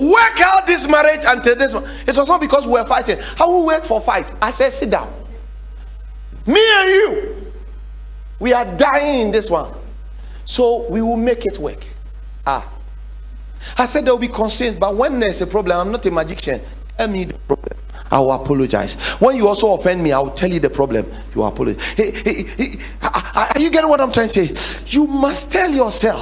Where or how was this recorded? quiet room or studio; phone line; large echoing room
large echoing room